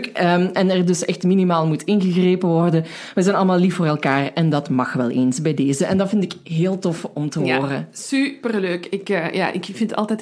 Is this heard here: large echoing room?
no